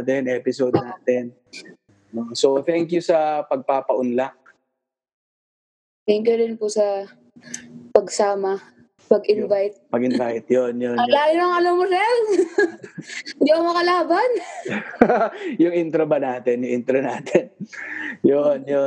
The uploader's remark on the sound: via Zoom